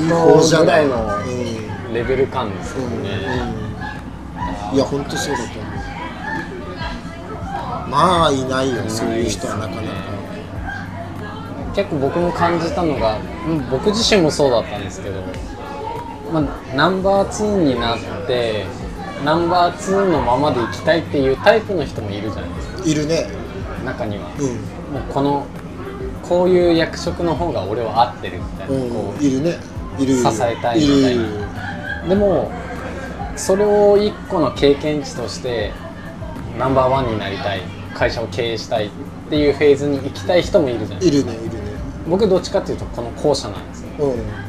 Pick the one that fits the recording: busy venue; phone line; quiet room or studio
busy venue